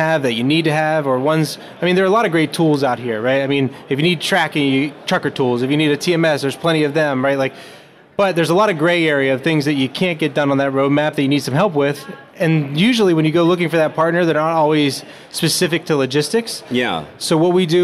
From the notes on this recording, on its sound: coming to you live from FreightWaves’ Future of Supply Chain in Cleveland, OH.